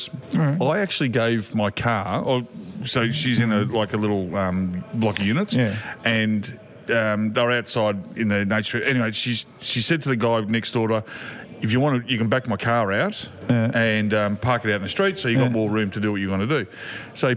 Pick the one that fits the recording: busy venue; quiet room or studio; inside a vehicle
busy venue